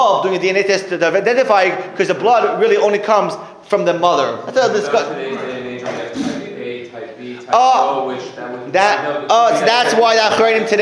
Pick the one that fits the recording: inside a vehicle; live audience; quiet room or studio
live audience